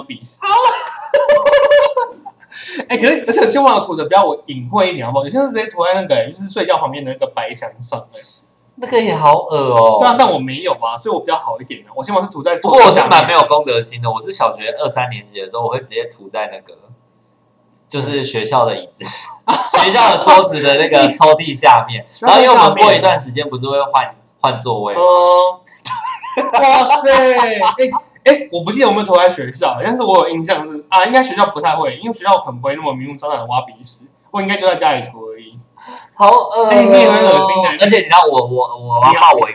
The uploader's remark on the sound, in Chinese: 本週因設定問題導致音質單薄